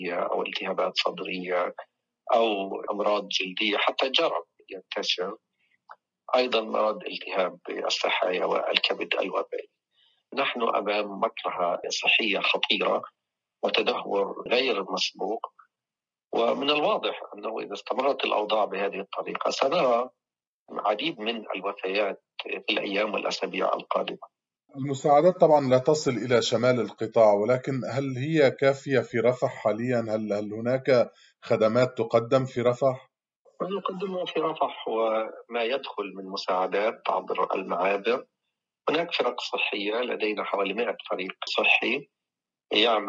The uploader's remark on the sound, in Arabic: في اتصال هاتفي مع أخبار الأمم المتحدة من رفح